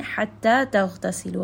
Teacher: Ha is going to be from the middle of the throat.